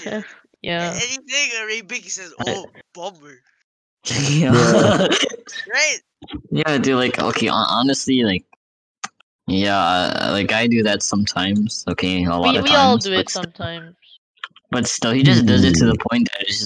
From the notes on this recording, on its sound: Its only our first one so excuse the audio issues.